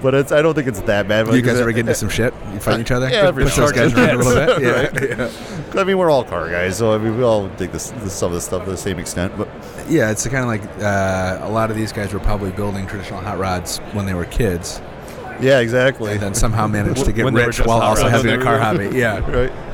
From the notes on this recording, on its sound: at the Detroit Autorama live on the show floor